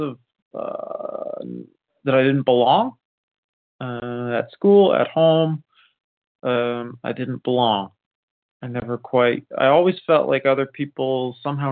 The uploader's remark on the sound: 100 Pounders Phone Meeting